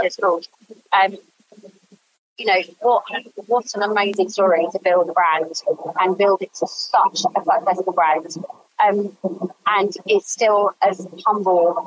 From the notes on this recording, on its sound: There’s a slight audio issue on this one that we just couldn’t work around